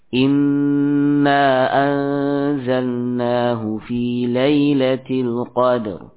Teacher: beliau membaca mad jaiz dengan dua harokat saja